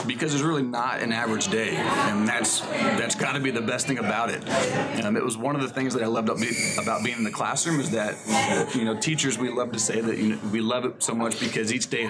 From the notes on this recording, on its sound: We apologize for the noise on this episode, but Hurricane Irma forced us to improvise and record at a local Starbucks.